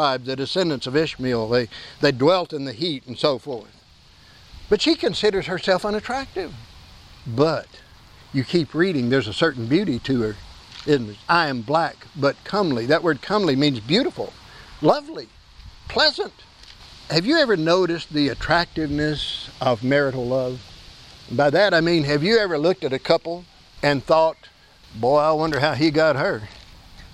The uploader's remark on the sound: Please excuse the presence of the wind noise. This service was held outdoors due to a fire in our building on Saturday afternoon.